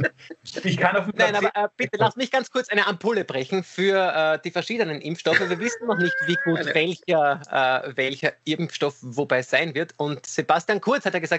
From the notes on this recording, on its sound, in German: Aufzeichnung einer ZOOM Session vom Montag, 25. Weil das aktuell nicht möglich ist, finden sie ihr Publikum, indem sie einander via Skype am Abend beim Reden zusehen.